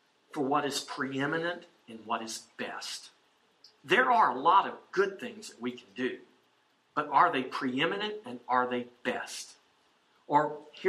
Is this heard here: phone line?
no